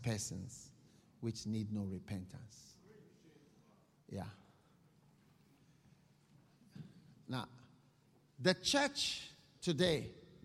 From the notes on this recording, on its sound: Preached at a BENMP service in Birmingham UK.